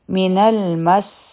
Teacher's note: او په سین کې به د سیتی آواز هم وي